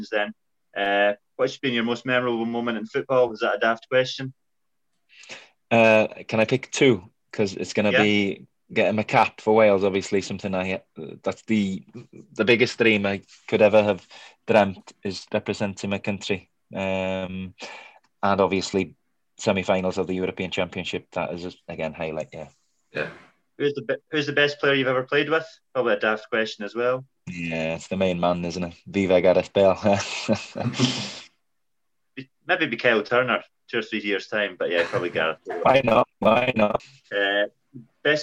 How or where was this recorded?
video call